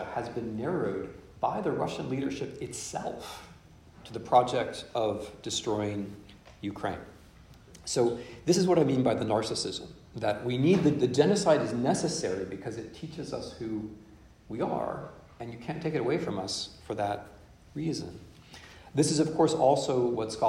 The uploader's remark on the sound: In this lecture, delivered at Boston University on 28 October 2022. In this lecture, delivered at Boston University.